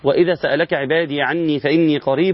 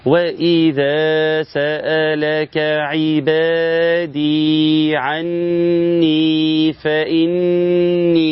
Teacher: عني مد بالياء يمد بمقدار حركتين · Shown in: second take